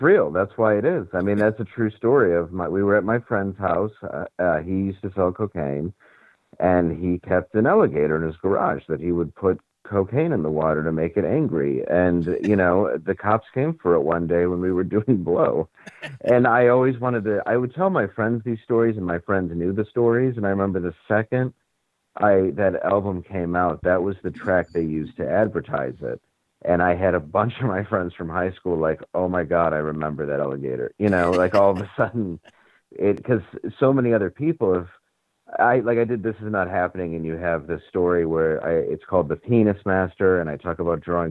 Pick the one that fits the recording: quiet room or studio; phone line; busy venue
phone line